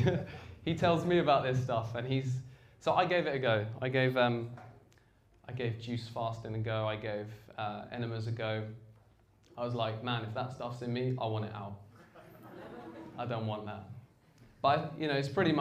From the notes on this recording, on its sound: This talk is from the Vevolution archives and was recorded at Vevolution Topics: Health and Wellbeing in 2017.